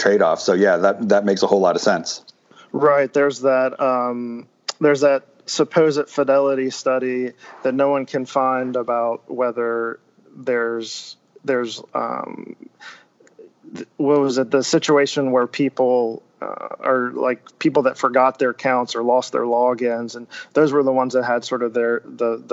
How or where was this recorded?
video call